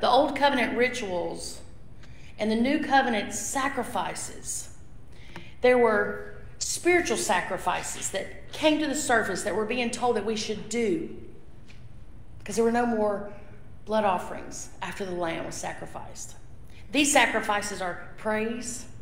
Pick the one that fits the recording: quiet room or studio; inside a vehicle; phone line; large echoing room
large echoing room